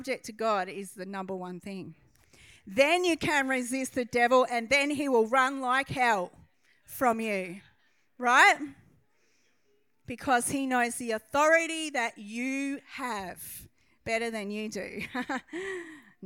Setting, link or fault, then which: setting, large echoing room